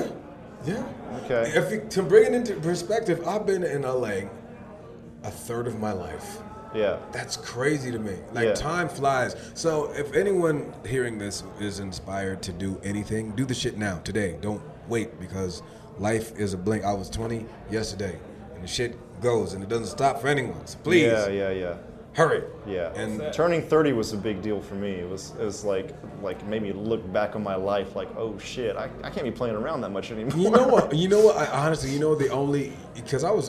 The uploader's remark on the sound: we recorded a special mini-episode at the Koreatown Japanese-English Language exchange group on-site